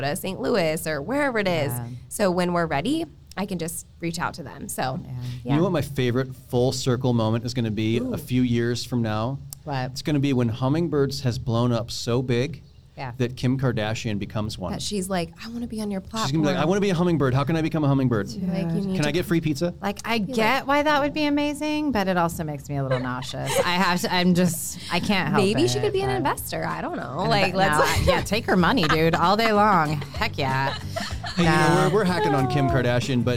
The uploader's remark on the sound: Live from EntreFEST in Iowa City!